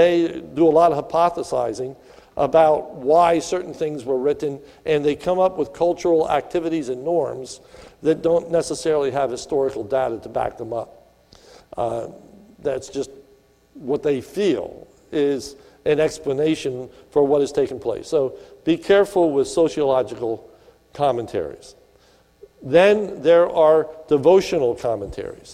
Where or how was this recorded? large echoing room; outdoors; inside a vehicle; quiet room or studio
large echoing room